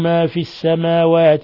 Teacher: السماوات أضغمت اللام في السين · Term: اللام شمسية